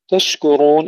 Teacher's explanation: ننتبه إلى سكون الشين مع التفشي والهمس بدون قلقلة